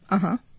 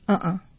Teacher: If you listen to uh-huh, the accent is on the second syllable. If you listen to uh-uh, it's equal. So uh-uh is more staccato. · Term: the beat